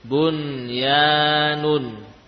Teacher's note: kalimat ini dibaca dengan jelas walaupun nun bertemu dengan huruf lidah atau bertemu dengan wawu · Term: idhar mutlak